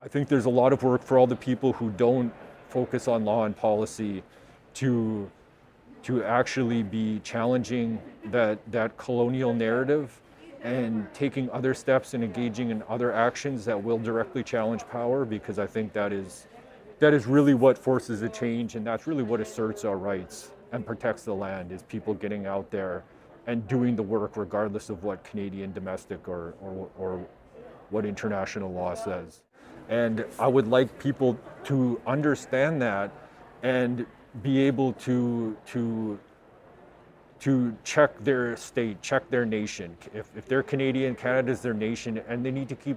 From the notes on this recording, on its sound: Recorded during the UN Biodiversity Conference in Montreal this past winter. All recorded at a press conference organised by Environmental Defence Canada and Keepers of the Water. The more-than-human voices are the Athabasca river and various animals are recordings from he Yellowstone National Park. Red-winged blackbird, Wilson’s snipe, warbling vireo, bald eagle, western meadow lark, common loon, savannah sparrow, and sandhill crane.